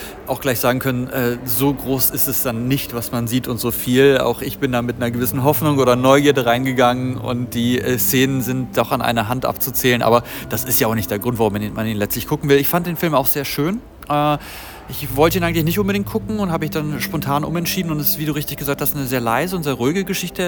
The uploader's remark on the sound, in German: live von der Berlinale